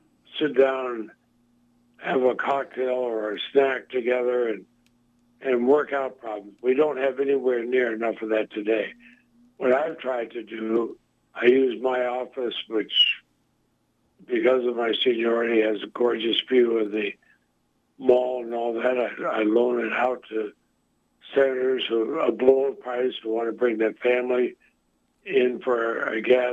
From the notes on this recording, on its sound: called into the show